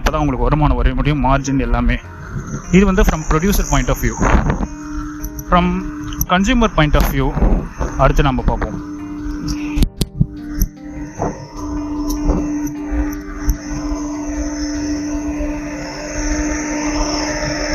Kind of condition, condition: setting, outdoors